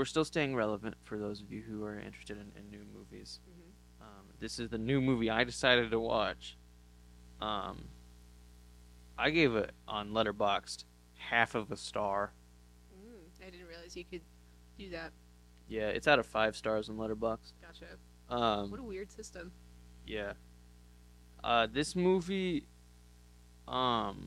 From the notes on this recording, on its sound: We know the audio is rough!